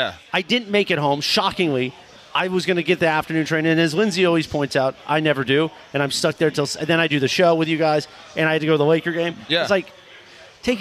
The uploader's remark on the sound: We're live from Yaamava!